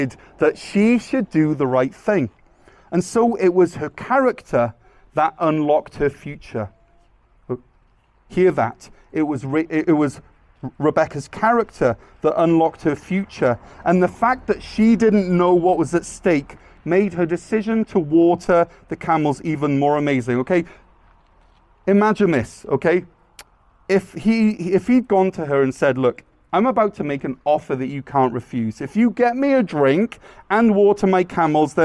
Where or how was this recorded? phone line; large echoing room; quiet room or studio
large echoing room